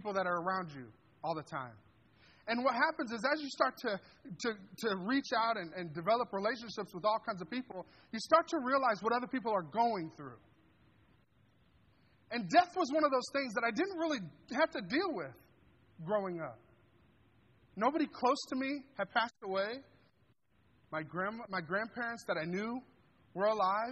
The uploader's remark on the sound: This sermon was delivered on December 10th, 2023 at Grace Church in Granger, Indiana.